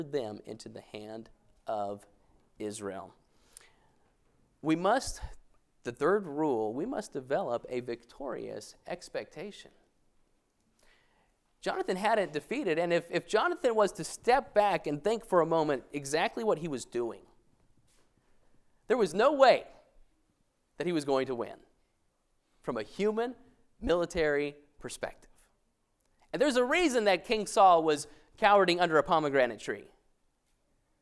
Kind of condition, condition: setting, large echoing room